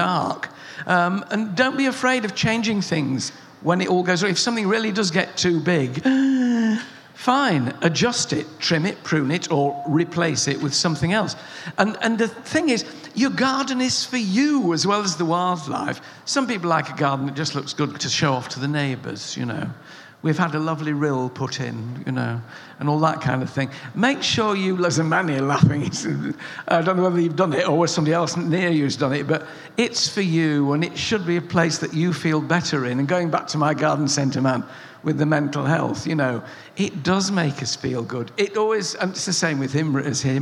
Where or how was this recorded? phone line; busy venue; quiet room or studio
busy venue